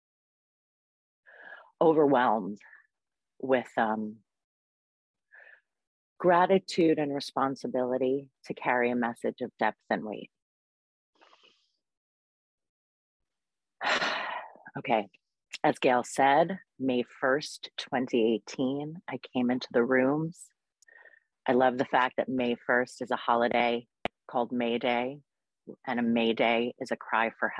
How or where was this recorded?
video call